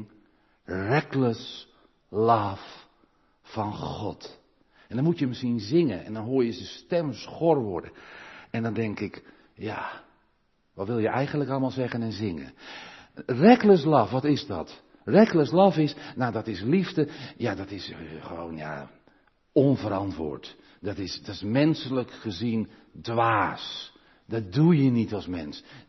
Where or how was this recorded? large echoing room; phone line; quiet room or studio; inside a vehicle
large echoing room